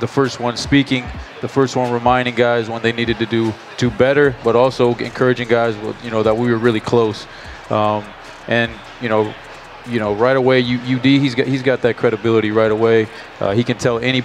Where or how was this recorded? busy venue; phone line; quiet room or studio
busy venue